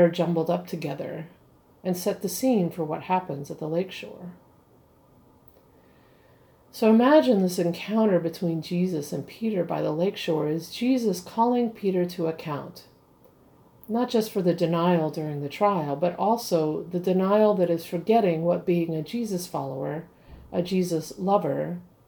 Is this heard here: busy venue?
no